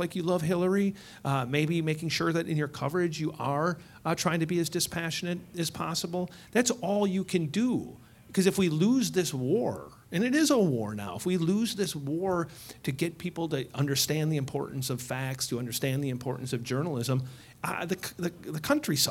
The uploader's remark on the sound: Recorded on May 2, 2018 before a live audience at New York's 92nd Street Y.